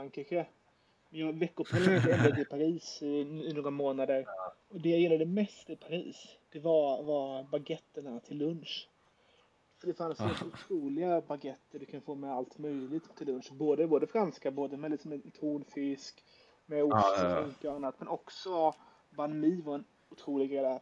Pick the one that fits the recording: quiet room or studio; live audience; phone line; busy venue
phone line